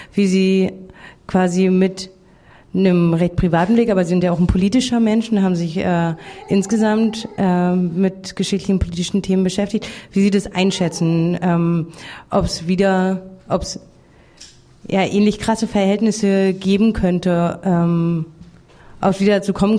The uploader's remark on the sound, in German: Lesung und Publikumsgespräch. Die Veranstaltung im Potsdamer Freiland wurde am 27.Mai 2013 im Freien Radio Potsdam live übertragen.